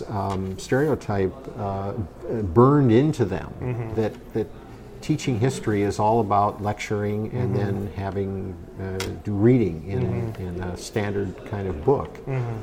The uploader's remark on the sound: This episode was recorded at GDC 17.